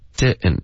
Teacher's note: 他用的应该是一个喉音停顿，所以他没有发 didn't，他发 didn't。那就正常的喉音停顿呗。嗯，didn't。那 didn't 后面特的音会省略，然后直接连读，那就变成 didn't even。听到了吗？对，didn't 跟 even 连读，didn't even。对，听到了吗？didn't even。这两个字这样连读的时候很难能听懂，OK？所以就是自己要练着说，你多说你就更容易能听懂了。You didn't even. I didn't even.